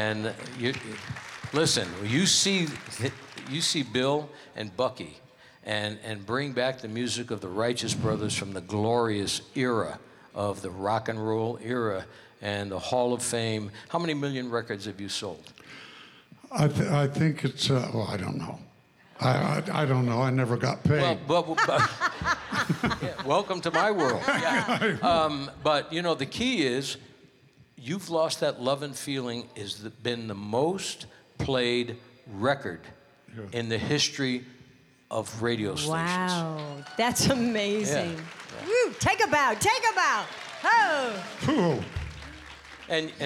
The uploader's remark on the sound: Live at the South Point Casino